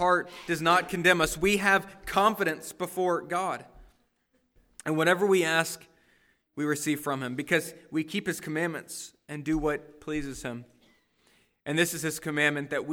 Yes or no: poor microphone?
no